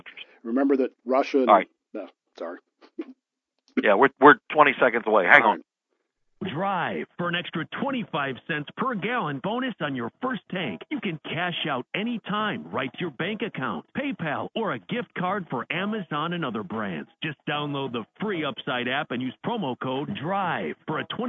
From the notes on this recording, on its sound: The WMMB computer failed, necessitating the show be done by telephone rather than the normal method via computer.